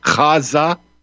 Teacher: You have to use that first pronunciation, but you have to use the accent on the second syllable